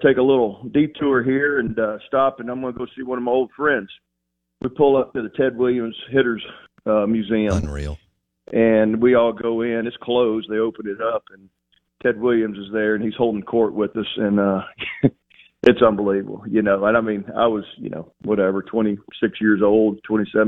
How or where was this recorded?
phone line